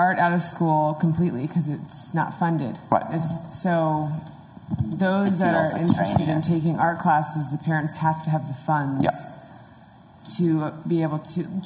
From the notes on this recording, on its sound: Suggested Donation LIVE show! We have a great and lively discussion in front of an audience.